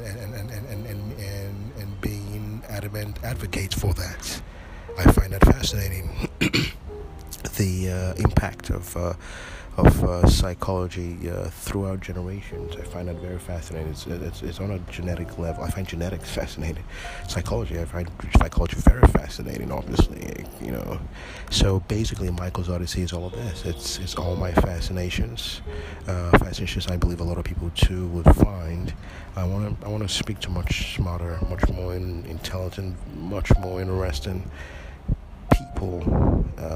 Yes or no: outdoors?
yes